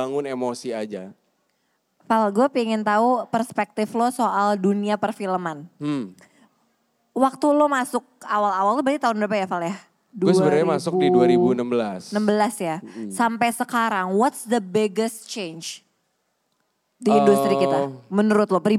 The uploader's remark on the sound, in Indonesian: Special Live On Stage di Kota Surabaya. Di kota terakhir ini, kita hadir di Ciputra World Mall, Surabaya.